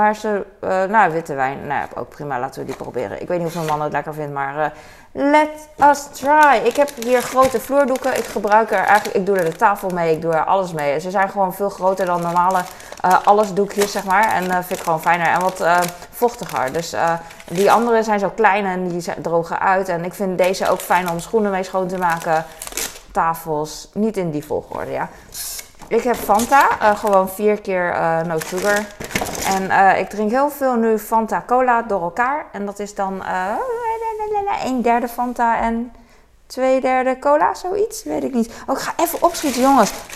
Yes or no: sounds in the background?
yes